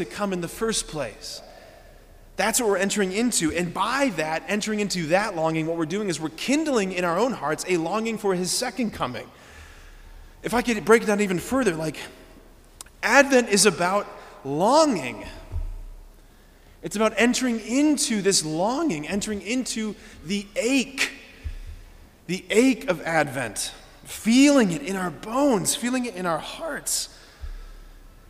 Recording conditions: large echoing room